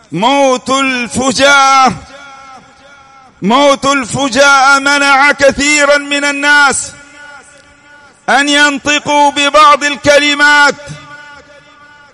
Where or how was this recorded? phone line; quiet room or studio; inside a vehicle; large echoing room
large echoing room